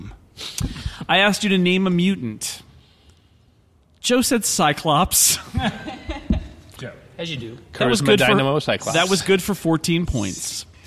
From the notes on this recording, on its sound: live from Anaheim